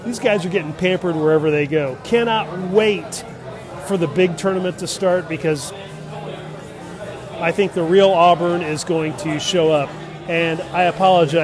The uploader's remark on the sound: On location from Bier.